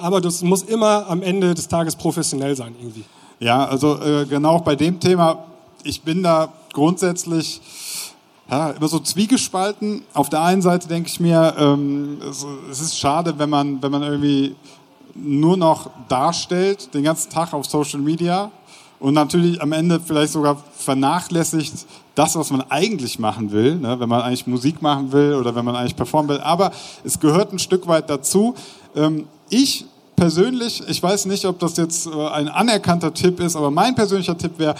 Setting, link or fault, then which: setting, busy venue